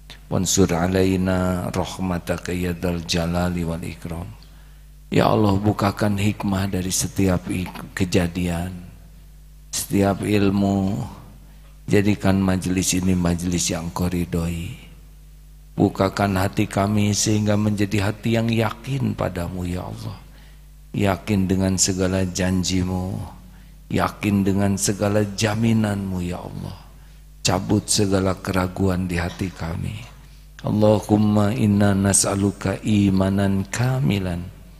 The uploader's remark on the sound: live dari Masjid Daarut Tauhiid Bandung